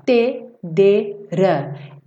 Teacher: É feito no mesmo lugar, só que o rã é um, um som mais rápido, ele é um som mais curto · Term: som de R